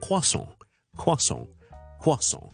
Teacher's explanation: 跟住后面呢送个 T 唔使读嘅，但係呢轻轻加一个好似鼻音咁嘅